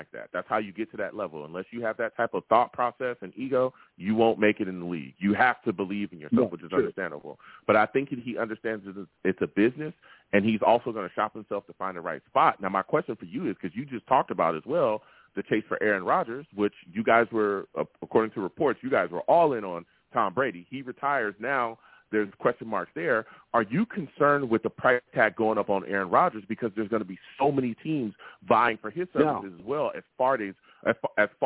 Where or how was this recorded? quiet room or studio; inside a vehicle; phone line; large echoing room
phone line